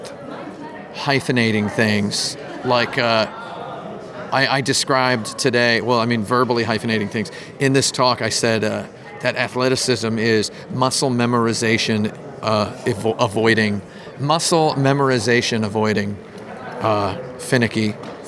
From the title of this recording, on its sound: at Game Developers Conference 2016